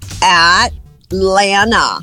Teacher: O primeiro é o stop T, que é aquele que você coloca a ponta da língua no alvéolo e segura